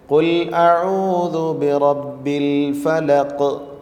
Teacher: ഖാഫ് എന്ന അക്ഷരത്തിൻ്റെ മഖ്റജ് പറയുന്നത് നാവിൻ്റെ മുരട് മേലെ അണ്ണാക്കിൽ തട്ടിച്ചുകൊണ്ടാണ്. ആ തട്ടൽ നടന്ന ഉടനെ തന്നെ ആ മഖ്റജിൽ നിന്ന് നാവ് അകലുകയും പിന്നീട് ശബ്ദം ചലിക്കുകയും ചെയ്യുന്ന ഒരവസ്ഥ ഈ അക്ഷരത്തിലുണ്ട്.